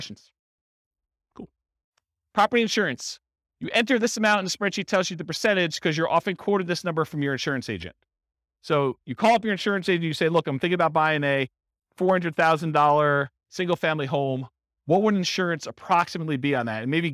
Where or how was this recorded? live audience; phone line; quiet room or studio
live audience